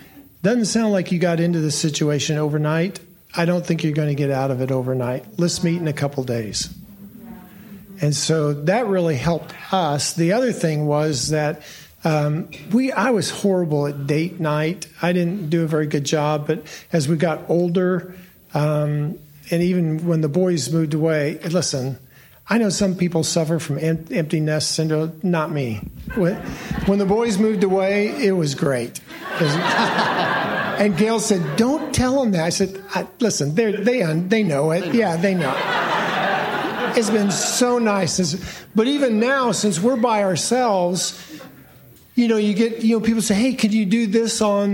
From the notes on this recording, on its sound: A parenting seminar from the Confluence 2023 conference.